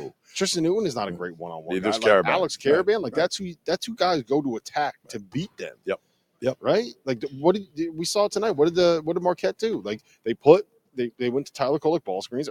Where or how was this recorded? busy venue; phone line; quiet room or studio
busy venue